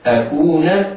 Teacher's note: الواو هنا تمد مدا طبيعيا بمقدار حركتين